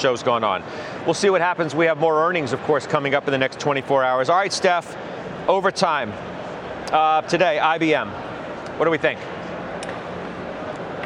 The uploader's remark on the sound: live from the Charles Schwab IMPACT conference in Philadelphia